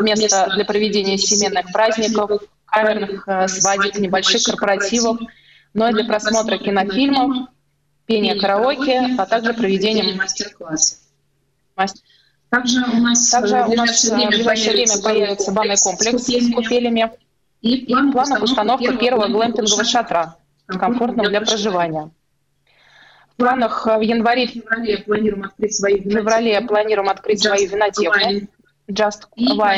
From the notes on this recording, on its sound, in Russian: В эфире программы “Открытая Кухня” созваниваемся с основательницей загородного отеля “Just Wood”